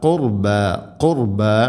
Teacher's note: ഖുർ റാഇനെ ഉച്ചരിക്കുമ്പോൾ കനപ്പിച്ച് ഉച്ചരിക്കണം. അതേസമയം ഖുർബ എന്നല്ല ഖുർബ ഖുർബ.